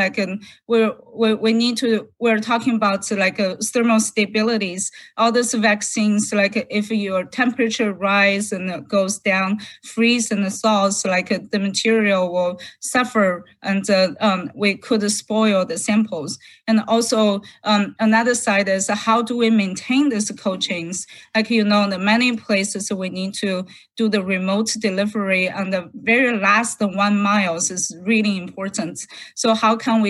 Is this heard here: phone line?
no